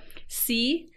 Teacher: C, with just modal voice, means dirty